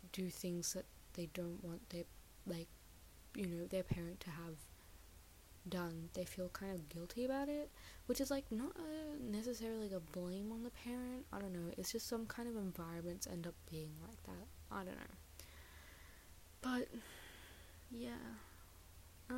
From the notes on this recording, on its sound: The audio is quite soft, but I hope to fix this in future and properly edit podcasts as I continue producing them.